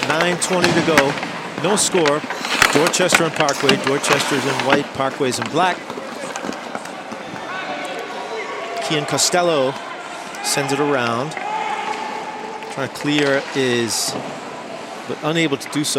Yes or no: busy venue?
yes